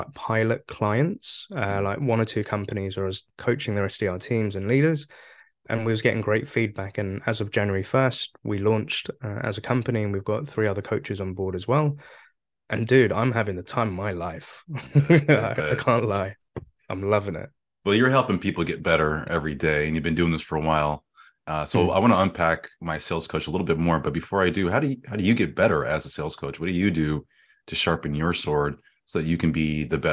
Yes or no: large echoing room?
no